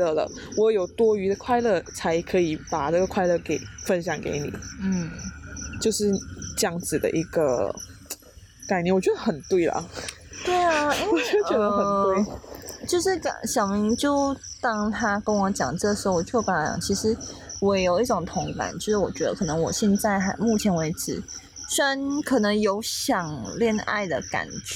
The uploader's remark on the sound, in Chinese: 那天的野外录音。我们在去露营的行程里，就在帐篷外面，架起麦克风就这么录音了。大家有没有听到很疗愈的大自然背景音呢。很好听的大自然ASMR就是我们这一集的背景音乐。非常的舒服，在野外徐徐凉风，还有满天的星空底下录音，真的是很特别的一个经历。